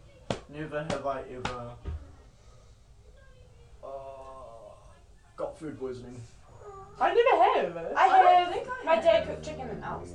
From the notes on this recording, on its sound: There is a lot of laughing in this, also sorry for any bad microphone quality we had to get rid of our old one.